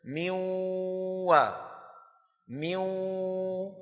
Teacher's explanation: ولا يلفظ النون، بل يبقي من النون غنتها، ويكون ذلك مصاحبا للواو المشددة.